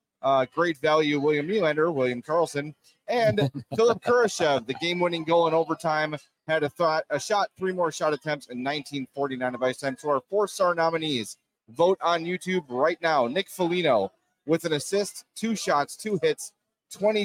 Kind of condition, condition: setting, busy venue